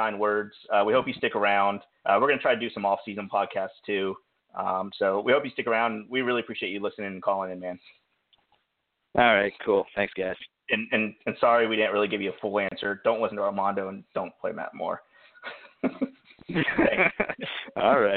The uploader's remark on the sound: LIVE SHOW! We are discussing playoffs, waiver wire pick ups, and taking live calls.